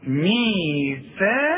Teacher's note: الثاء مرققة لكن القاف مفخمة